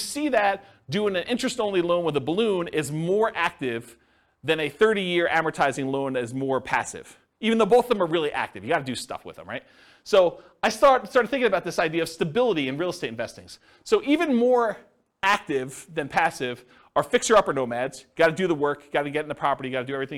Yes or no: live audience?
yes